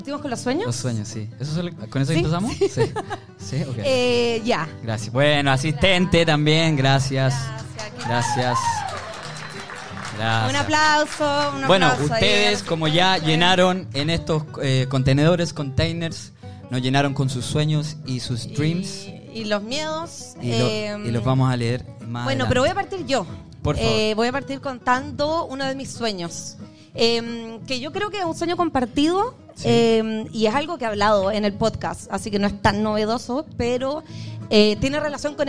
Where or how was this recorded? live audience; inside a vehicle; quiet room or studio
live audience